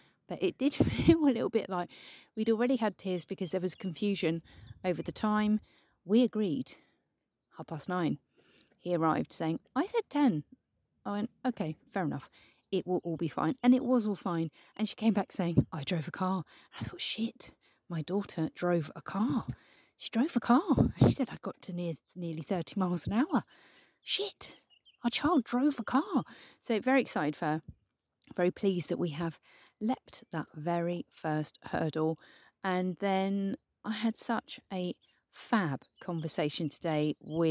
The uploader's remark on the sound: this episode has been recorded in the great outdoors